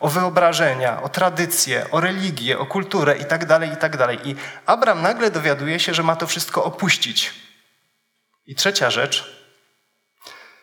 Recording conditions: live audience